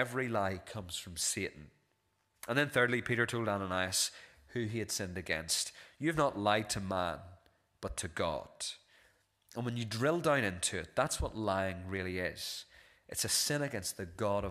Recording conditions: large echoing room